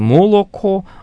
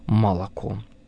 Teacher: В XIV веке в Южной и Центральной Руси все более распространенным становится аканье, то есть звук «о», когда он находится без ударения, начинает произноситься как «а» · Shown in: second take · то есть говорится уже не «молоко», а «молоко».